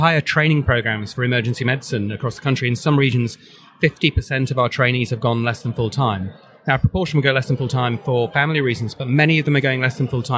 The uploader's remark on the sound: This podcast was recorded at the Intensive Care Society State of the Art meeting in London 2018. The audio was recorded live and at the venue so there is a fair bit of background noise.